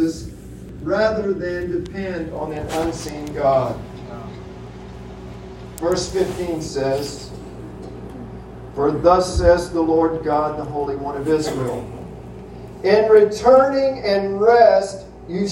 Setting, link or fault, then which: fault, poor sound quality